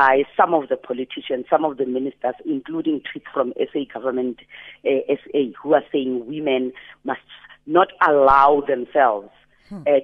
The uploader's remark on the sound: TELEPHONE INTERVIEW